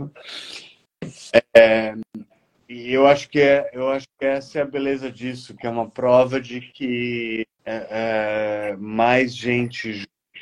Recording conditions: poor sound quality